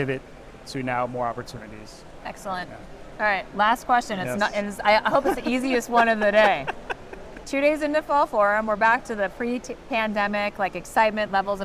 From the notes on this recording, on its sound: live from the 2023 CHIME Fall Forum